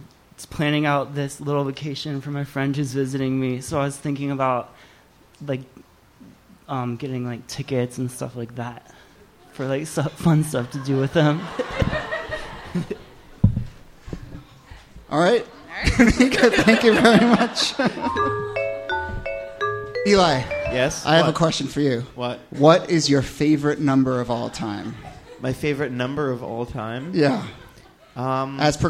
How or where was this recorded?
live audience